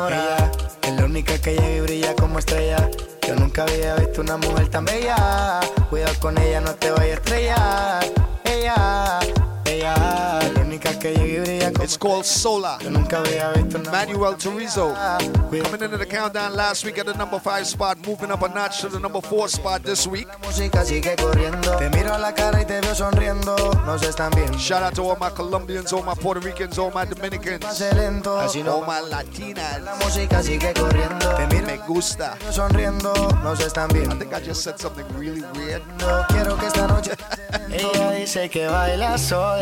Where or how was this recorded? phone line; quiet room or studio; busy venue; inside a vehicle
busy venue